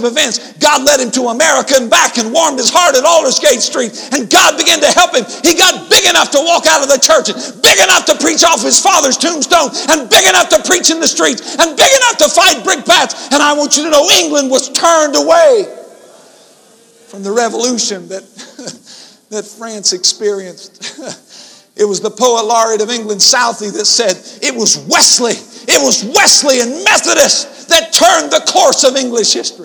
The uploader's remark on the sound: InterChurch Holiness Convention Dayton Convention Center Dayton, Ohio 1994